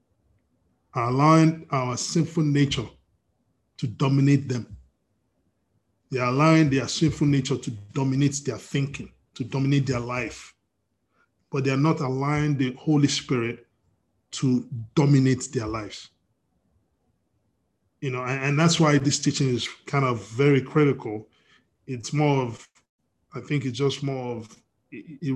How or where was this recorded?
video call